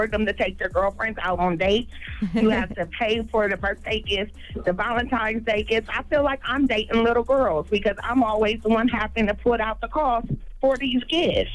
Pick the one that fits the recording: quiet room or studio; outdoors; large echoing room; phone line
phone line